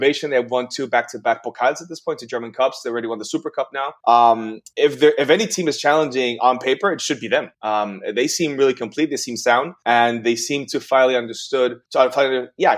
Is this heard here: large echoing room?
no